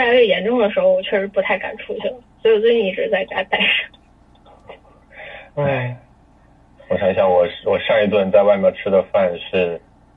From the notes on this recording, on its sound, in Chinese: 这期节目代表了居家隔离十几天之后，一个相聚的时刻。夜里用微信群聊云录音。一个共创真人秀录出了电话会议的感觉。